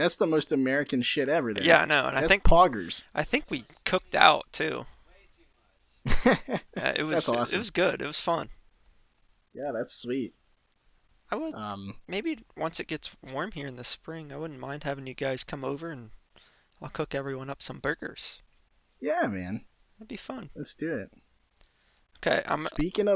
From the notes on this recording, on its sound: I apologize for the audio popping, still trying to figure out how to get all the audio buttery smooth together.